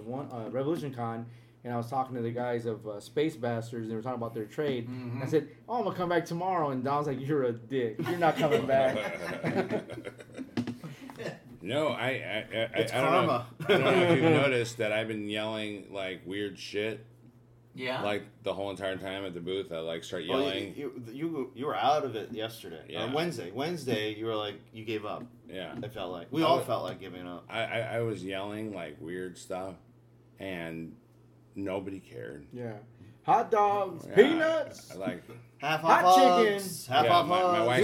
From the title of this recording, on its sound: Live from San Diego Comic Con 2022!